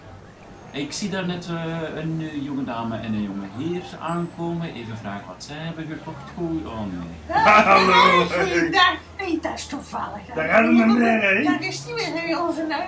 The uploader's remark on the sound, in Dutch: Pixelburg brengt live verslag vanaf de vierde Pixelburg Electronica Braderie.